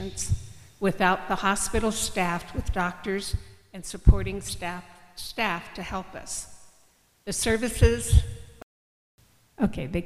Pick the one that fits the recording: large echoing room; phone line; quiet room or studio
large echoing room